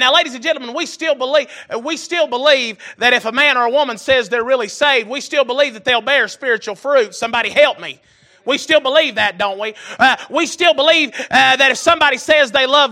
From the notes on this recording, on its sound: Recorded November 13, 2022 - Sunday Evening Service